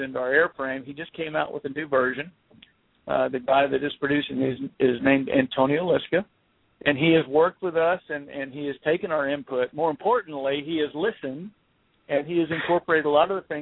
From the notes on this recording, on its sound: calling in live from a firefighting exercise